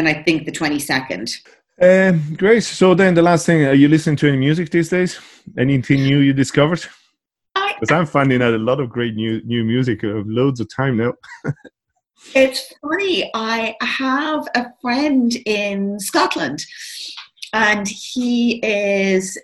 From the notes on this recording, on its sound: Over Zoom. In Ireland, at the time of recording, we are at week three of this new reality.